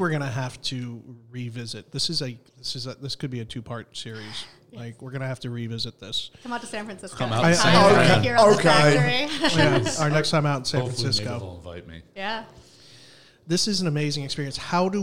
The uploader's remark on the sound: at the New York City Coffee Festival